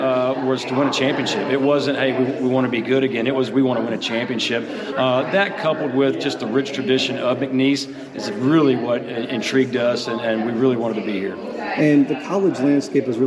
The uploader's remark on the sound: The Bluebloods are live at the Southland Conference Media Day!